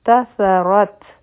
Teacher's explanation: کو نو دا بشي بنتصرت تا یو حرکه سا یو حرکه را به غټه وایو او د تا سره به یو ځای کو تصرت او په تا باندې به همس کو ځکه چې په